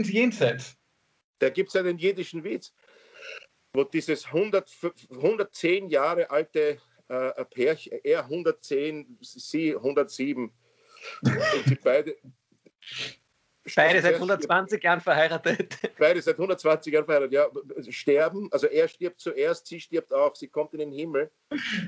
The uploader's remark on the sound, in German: Aufzeichnung einer ZOOM Session vom Montag, 18.